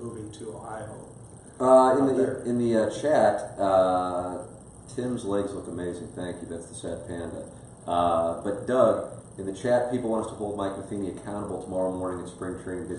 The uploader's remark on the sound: Live From Spring Training.